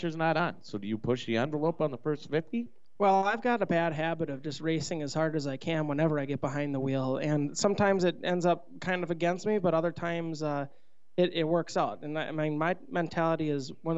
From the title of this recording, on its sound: Trackside Live 21 Pub